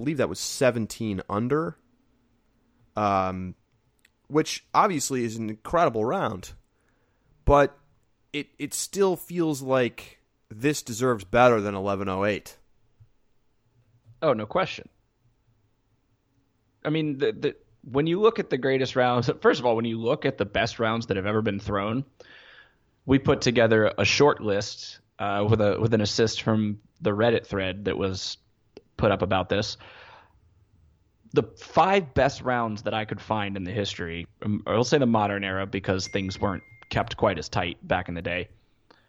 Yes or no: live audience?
no